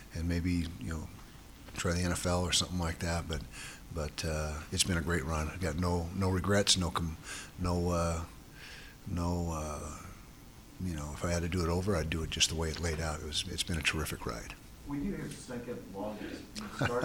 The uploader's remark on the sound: press conference